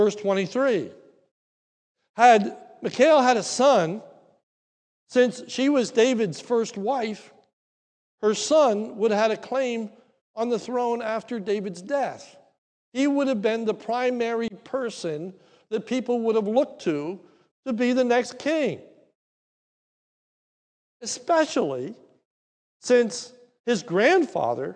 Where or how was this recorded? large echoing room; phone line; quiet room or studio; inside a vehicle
large echoing room